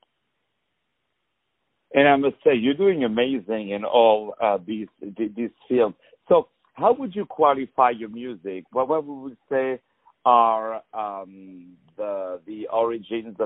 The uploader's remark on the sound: On the phone.